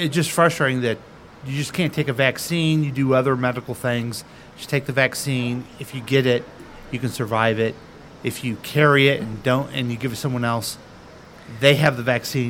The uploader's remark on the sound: Live from The Lakewood Local.